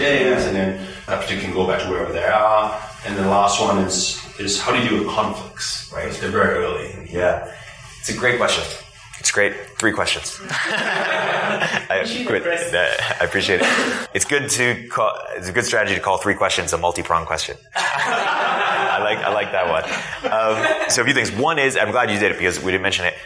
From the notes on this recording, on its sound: This is a rebroadcast of a live episode that was recorded at Village Global HQ in San Francisco. The event was put on in partnership with Xoogler, a network of former Googlers who have come together to help each other with their startup ambitions.